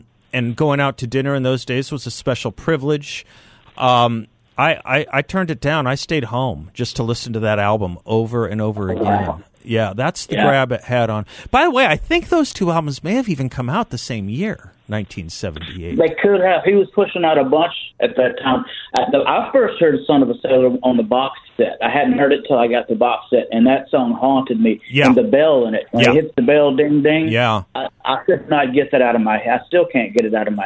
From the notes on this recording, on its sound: joins the show by phone